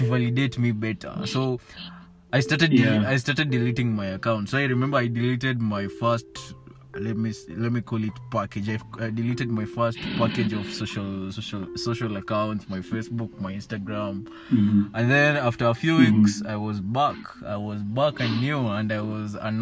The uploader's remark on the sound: i have a phone conversation with a friend from Rwanda